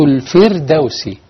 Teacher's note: الراء ترقق هنا عشان قبلها كسرة، سكنت الراء بعد كسر ترقق